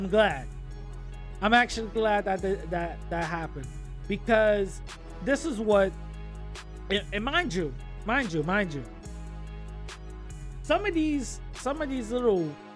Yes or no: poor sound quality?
no